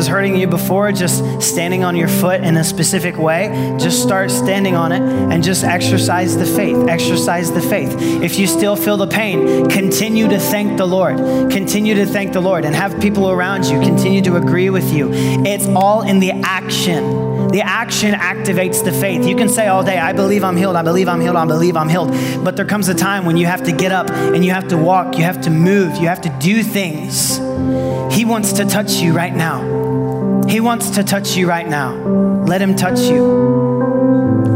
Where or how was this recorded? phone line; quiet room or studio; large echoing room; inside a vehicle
large echoing room